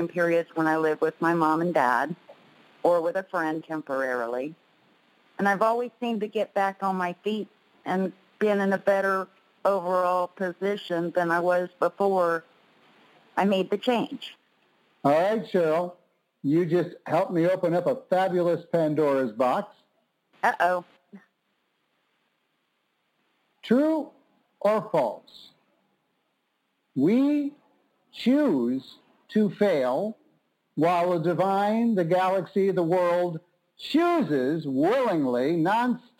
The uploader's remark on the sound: On Monday's we're BLOWING UP Soul University's Pay Me What I'm Worth conference-call based classes.